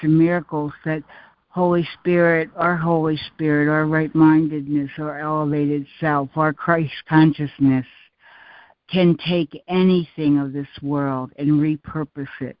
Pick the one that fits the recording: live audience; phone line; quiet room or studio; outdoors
phone line